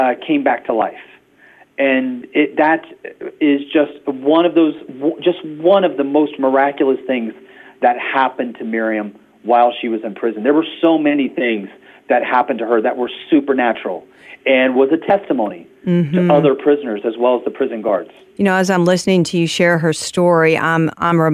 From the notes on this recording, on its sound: Modern technology allowed us to connect on the phone for the interview, even though he was on a cell phone, thousands of miles away on the border of Turkey. Both his message and the phone signal were powerful, delivering a crystal-clear voice from the workings of God.